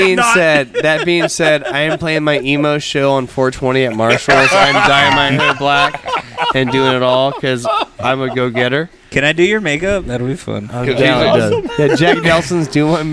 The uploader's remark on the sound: Recorded at the Pacific Yard House in downtown Conroe, Texas! Recorded at the Pacific Yard House in downtown Conroe, Texas!